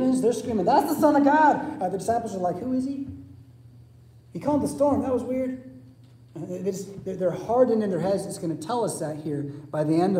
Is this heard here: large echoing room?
yes